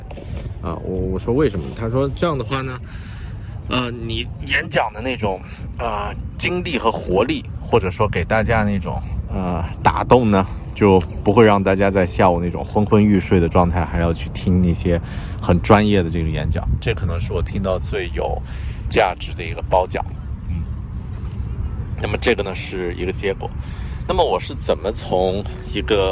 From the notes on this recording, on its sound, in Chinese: 这期在新西兰首都惠灵顿海边码头录制的节目